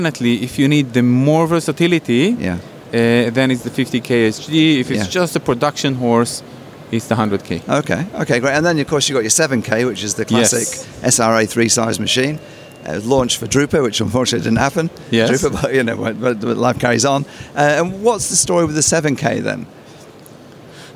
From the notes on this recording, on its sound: Trends & Tech from PacPrint. Incorporating extracts from some of the 34 interviews that Print21 livestreamed from the exhibition floor.